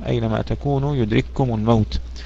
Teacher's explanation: يدرككم هذا جواب الشرط جزم بالسكون، لكن الكاف أدغمت في الكاف التي بعدها لأنهما مثلان والأول منهما ساكن